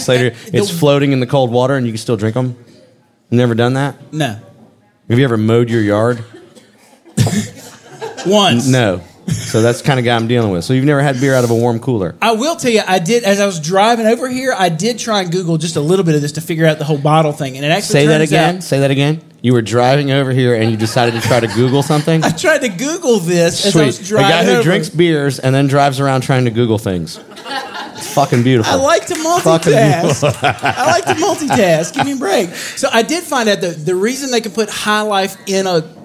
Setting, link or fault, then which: setting, live audience